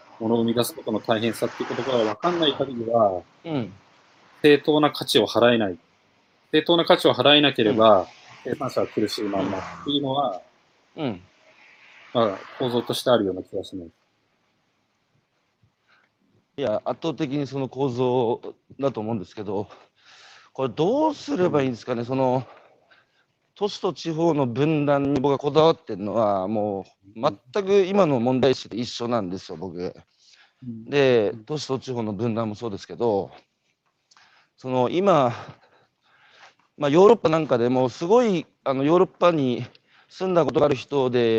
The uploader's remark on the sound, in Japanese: 歩きながら1時間、対談する。